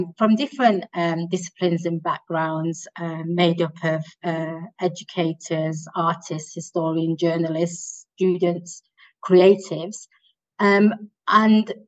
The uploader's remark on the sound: On Zoom.